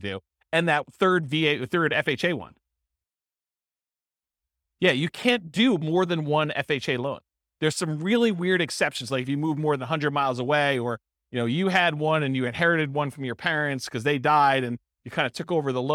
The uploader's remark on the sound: This was a live class recorded.